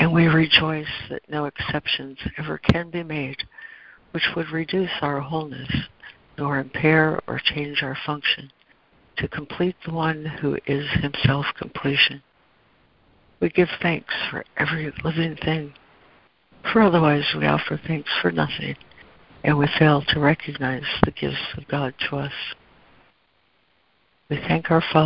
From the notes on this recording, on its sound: ACIM Daily Conference Call